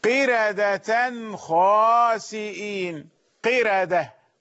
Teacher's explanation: قردة، طيب ده قبلها حرف تفخيم وليكن، لكنه مكسور والكسر موصول في نفس الكلمة. كلمة قردة فيها القاف مكسورة وفيها الراء، استحقت الترقيق لورش بسبب أن الكسر موصول بها